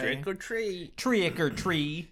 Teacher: when you say treat, draw out the E, but almost drop the T, but not all the way